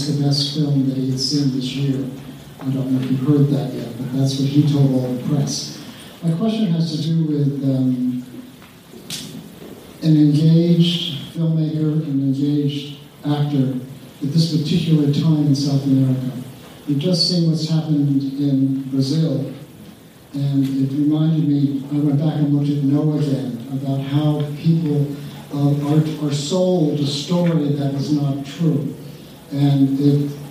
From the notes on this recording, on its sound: A live Q & A from NYFF in October on the film Neruda.